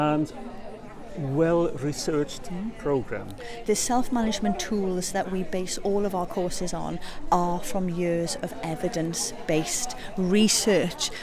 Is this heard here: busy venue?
yes